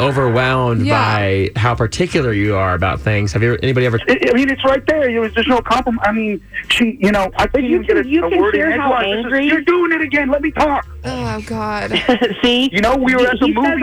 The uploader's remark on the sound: get him on the phone